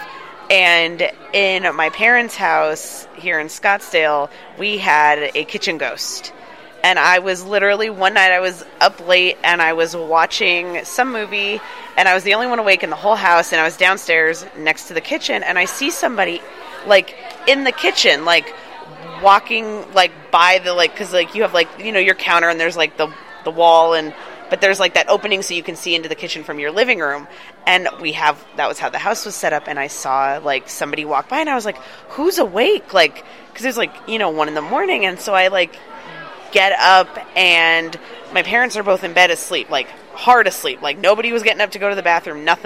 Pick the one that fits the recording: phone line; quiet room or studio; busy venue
busy venue